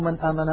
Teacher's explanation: الحرفان المتباعدان هما الحرفان المتباعدان في المخرج والصفات نحو من آمن، لاحظوا من آمن، النون ظاهرة عند الهمزة لأن النون من طرف اللسان والهمزة من الحلق · Term: الإظهار